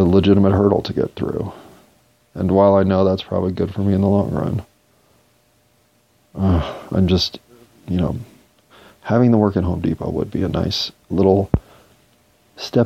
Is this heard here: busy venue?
no